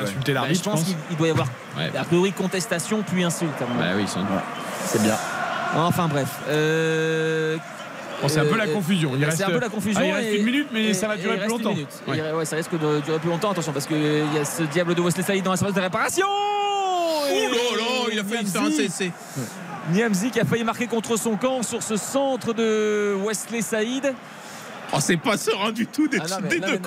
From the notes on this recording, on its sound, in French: en direct du stade Bollaert